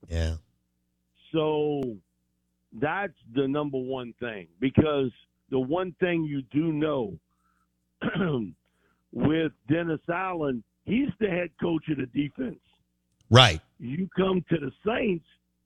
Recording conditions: phone line